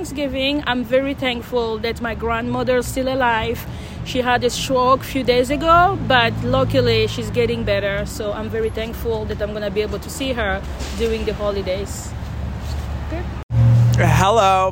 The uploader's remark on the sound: roamed the streets of Newton and Boston